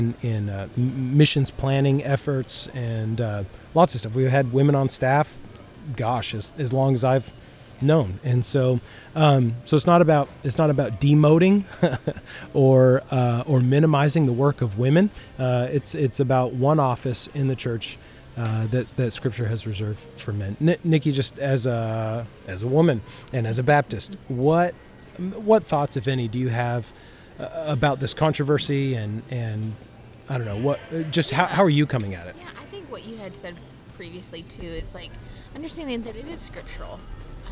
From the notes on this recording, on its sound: Live from Austin International Airport. Complete with Airport ambience courtesy of the great state of Texas.